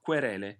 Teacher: In the case of querele, when you see a Q, it will always be followed by the U as a W glide. I think, well, it's like that in English as well, so it's an easy one for us to remember.